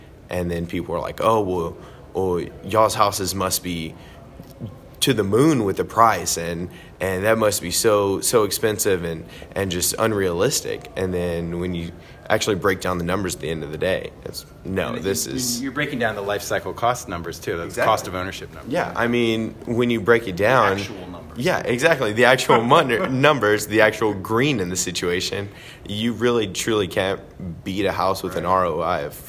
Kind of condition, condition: setting, busy venue